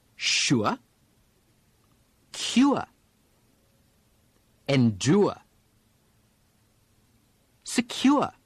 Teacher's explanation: The R drop from the oor sound leaves the diphthong ua